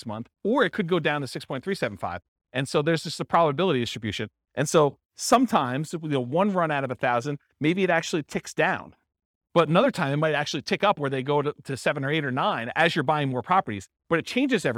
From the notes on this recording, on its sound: This was a live class recorded